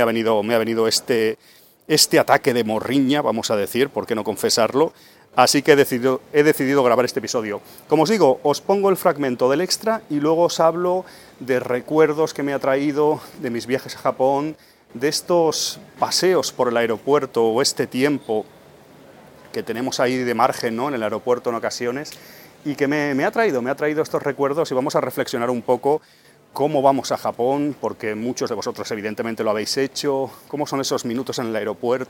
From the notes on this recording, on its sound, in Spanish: En el aeropuerto. Grabé junto antes de coger un avión pero...